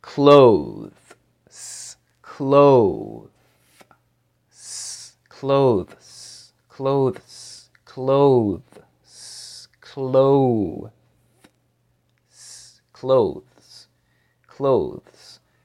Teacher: the TH is going to be massively reduced